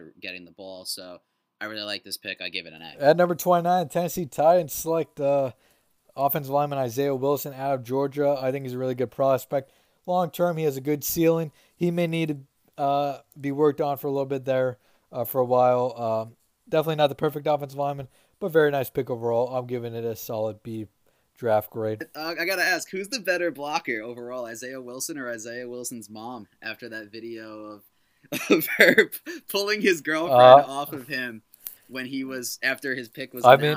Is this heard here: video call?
no